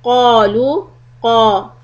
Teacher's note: feel the back of your tongue is rising upwards. · Term: heavy letter